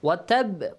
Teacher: Sakin ba is amongst the qutbajad letters, which you produce an echoing sound. · Term: Qalqala